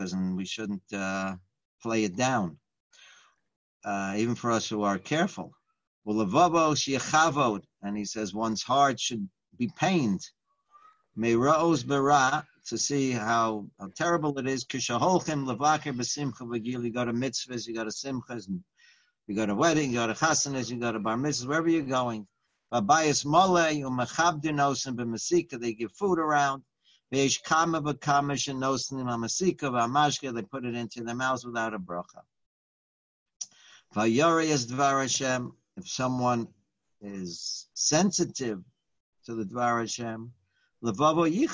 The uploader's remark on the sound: Live On Zoom: 6-29-2020